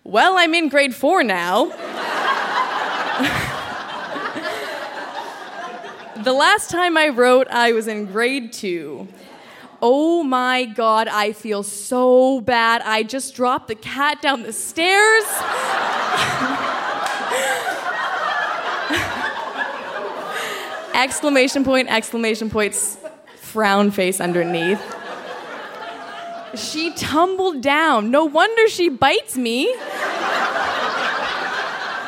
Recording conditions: live audience